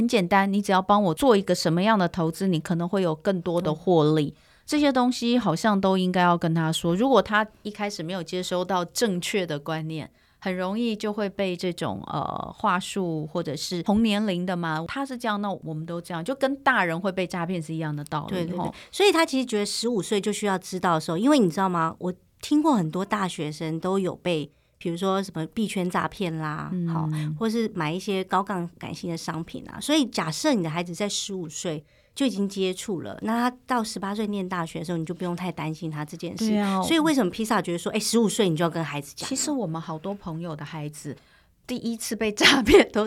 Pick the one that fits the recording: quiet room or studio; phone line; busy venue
quiet room or studio